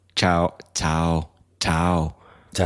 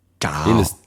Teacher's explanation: Fast so ein bisschen ein T drinnen noch.